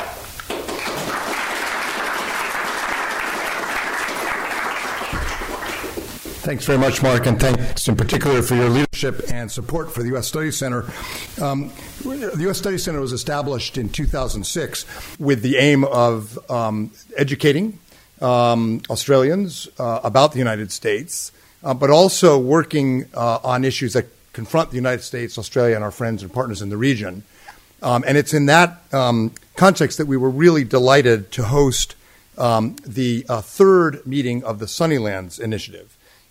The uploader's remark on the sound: The United States Studies Centre and the National Endowment for Democracy (NED) hosted a special event. The event featured a keynote address followed by a panel discussion.